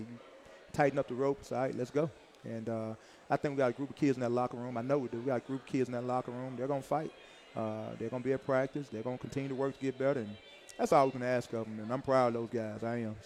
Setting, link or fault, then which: setting, busy venue